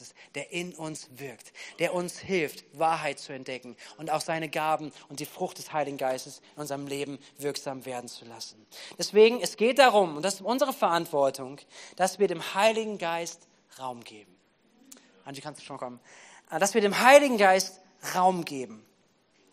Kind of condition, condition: setting, large echoing room